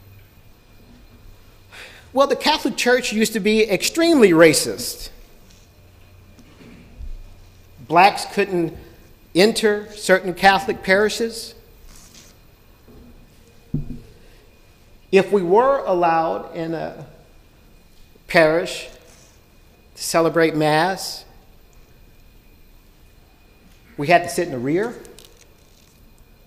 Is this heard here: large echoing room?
yes